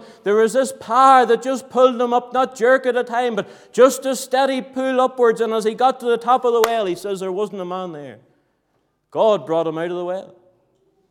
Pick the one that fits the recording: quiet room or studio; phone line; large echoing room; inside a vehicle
large echoing room